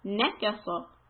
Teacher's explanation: One thing to remember is do not make the fatha into two counts · Term: short sound